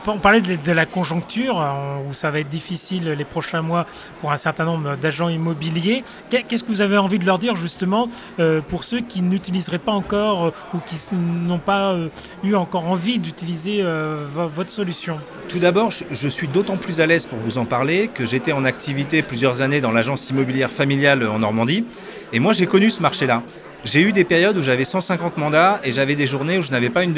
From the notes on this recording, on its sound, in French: Cette interview a été enregistrée en live d'Immo, le Congrès immobilier FNAIM.